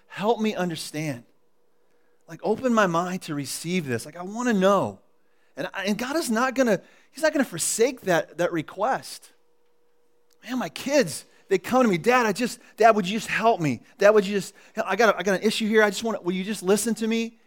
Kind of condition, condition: setting, large echoing room